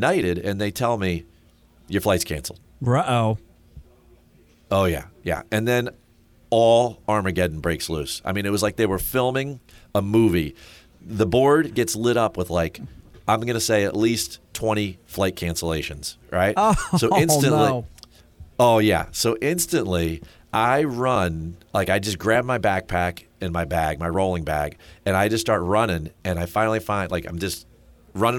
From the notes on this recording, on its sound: broadcasting "live" from the 104th PGA Championship at Southern Hills Country Club in Tulsa, Oklahoma